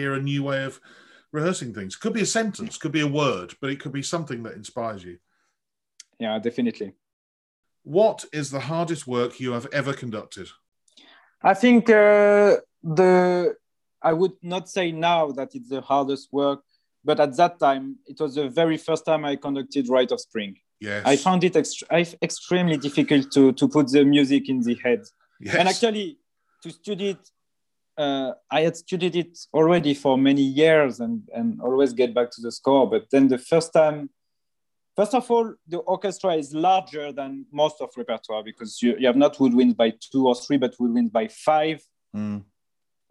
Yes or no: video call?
yes